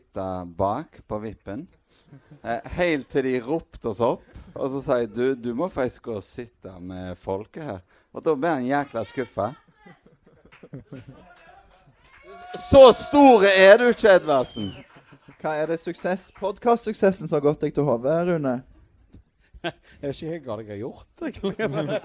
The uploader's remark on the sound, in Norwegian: Vikingpodden LIVE del 2 – 15. sep. 2023. Andre del av Vikingpoddens liveshow fra 15.